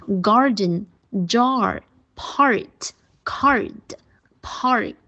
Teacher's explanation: 舌头要卷过去啊，卷舌音 r